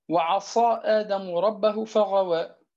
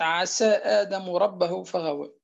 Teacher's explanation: عصى في عوض أن يأتي بتلك الصاد مفخمة أتى بها مرققة